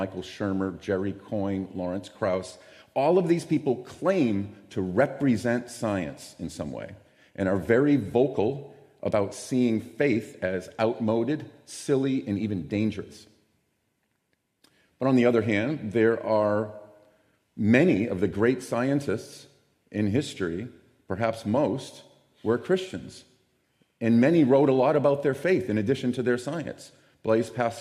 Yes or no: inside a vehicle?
no